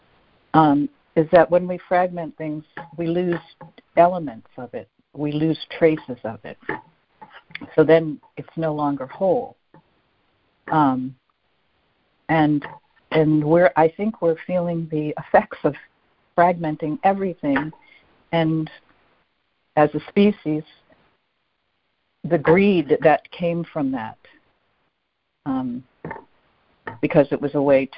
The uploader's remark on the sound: ACIM Daily Conference Call.